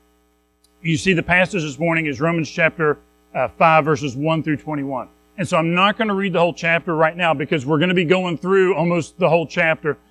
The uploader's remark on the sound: Recorded at Madison Baptist Church in Madison WV on Feb 4, 2024